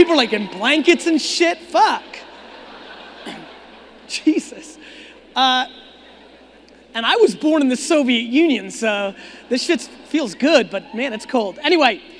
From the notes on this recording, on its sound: a keynote I gave back in 2018 in Phoenix, Arizona!